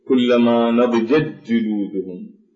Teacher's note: بأن تلغى التاء وينتقل الصوت إلى الجيم رأسا، فنقول كلما نضجت جلودهم فلا يبقى صوت للتاء، لا نقول · Term: الإدغام